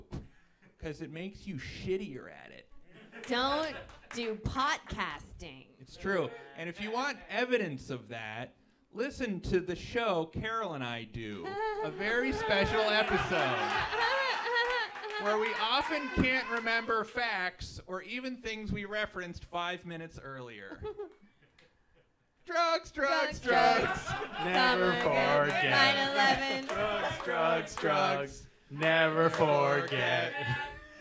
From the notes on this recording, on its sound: A live show that was recorded back in the halcyon days of 2017! Engage in some odd and surprising audience participation.